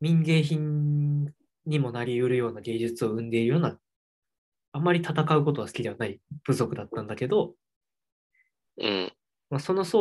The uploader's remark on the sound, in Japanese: zoomで話してます。